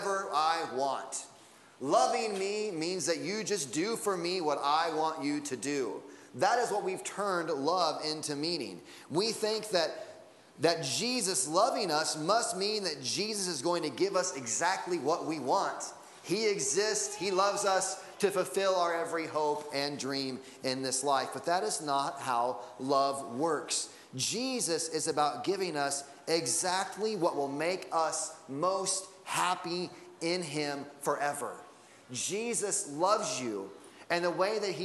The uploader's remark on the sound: Sunday Morning Service Audio